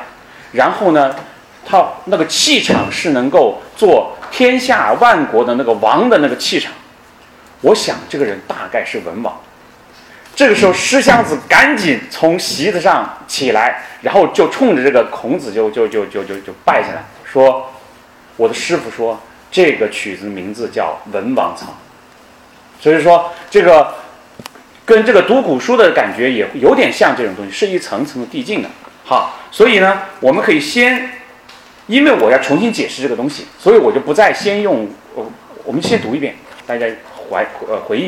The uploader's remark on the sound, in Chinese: 本音频是由“复兴论坛”系列讲座录音整理而成